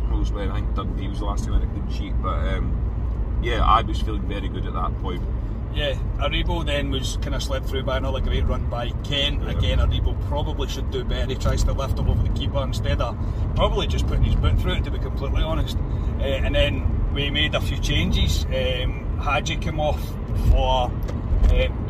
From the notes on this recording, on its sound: Our reaction from the car after leaving Ibrox.